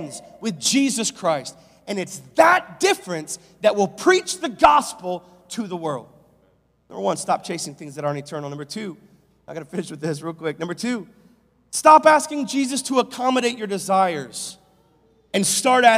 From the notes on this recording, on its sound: Live from Covenant Church!